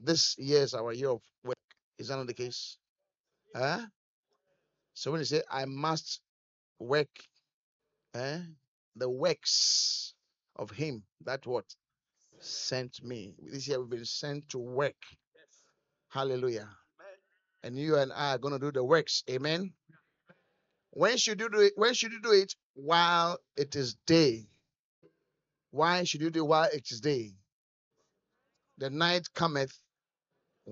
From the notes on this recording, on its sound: Encounter Service. Preached at The Qodesh.